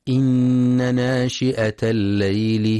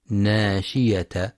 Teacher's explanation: ينتبه القارئ لتحقيق همزة ناشئة في رواية حفص · Shown in: first take